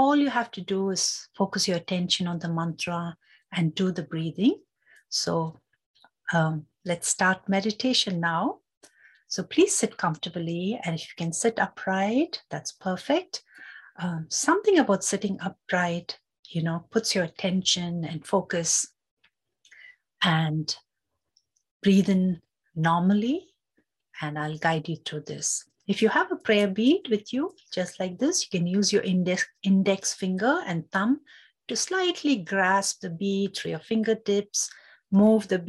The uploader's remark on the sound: The Rubin Museum presents a weekly online meditation session led by a prominent meditation teacher from the New York area. This podcast is a recording of the live online session and includes an opening talk and 20-minute sitting session.